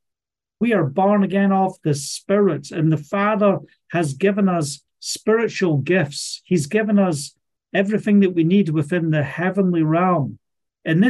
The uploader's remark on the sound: Live Zoom Call Message. From Scotland.